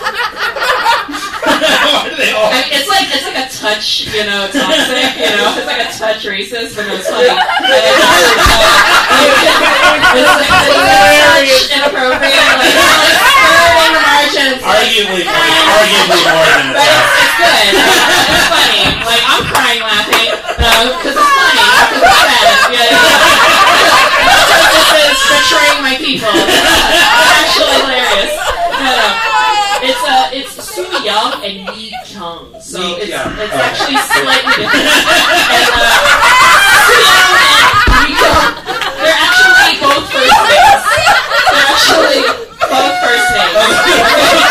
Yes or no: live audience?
yes